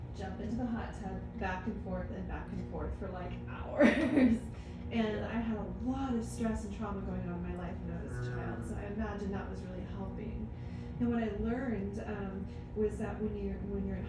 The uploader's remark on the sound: This was a recording of a live presentation. To a dynamic audience in Austin, TX in 2021 at his house while he was living there.